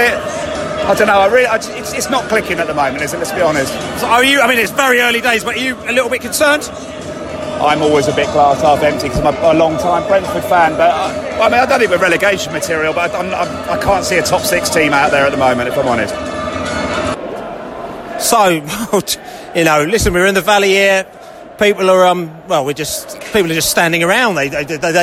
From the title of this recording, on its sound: post-match podcast from the pub